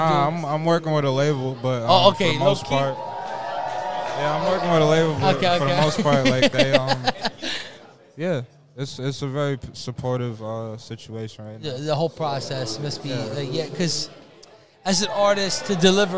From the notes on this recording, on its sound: LIVE from Chafa Town in Philly. Took a trip to Philadelphia and recorded LIVE at Chafa Town! Chafa Town is an indie concert series.